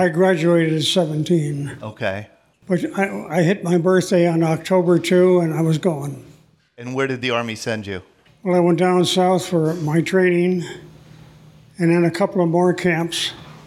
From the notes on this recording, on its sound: Listen to the stories and voices of local veterans recorded live on June 28, 2016 at Christ United Methodist Church in Bethel Park, Pennsylvania.